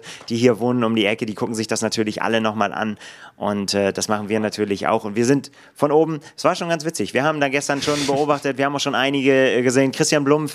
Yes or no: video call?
no